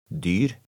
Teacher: the R sound is very slight